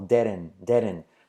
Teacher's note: Fijaos cómo digo didn't como didn't, didn't. La T final no se pronuncia.